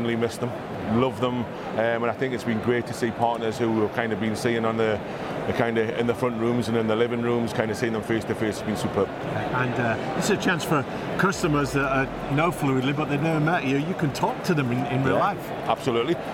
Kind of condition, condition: setting, busy venue